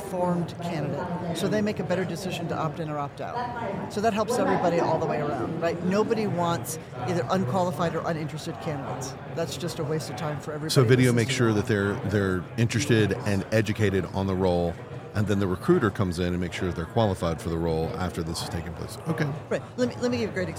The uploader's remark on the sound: Recorded live from the floor of HR Tech. This is a special mini series recorded with Oleeo at HR Tech 2023.